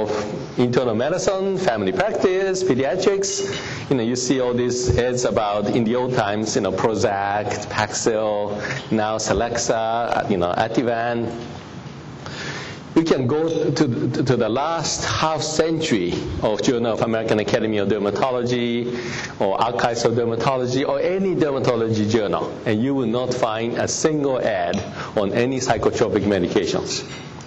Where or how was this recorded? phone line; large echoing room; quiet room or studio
large echoing room